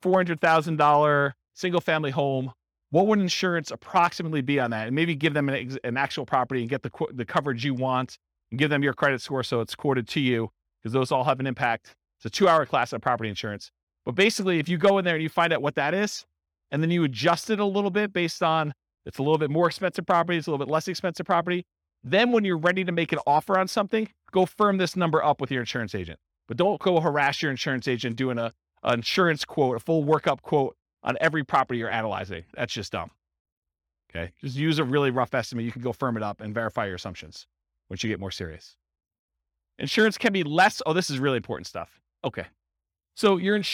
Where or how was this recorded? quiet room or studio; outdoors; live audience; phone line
live audience